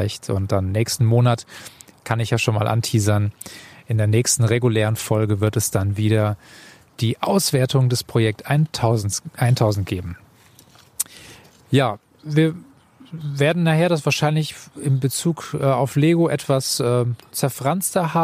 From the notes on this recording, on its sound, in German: Spät am Abend, barfuß am Lagerfeuer- und das erste mal live und direkt.